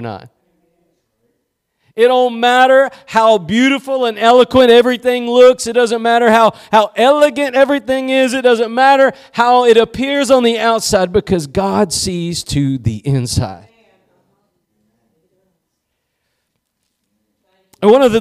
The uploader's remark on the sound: Preached at Gospel Lighthouse in Bossier City, La.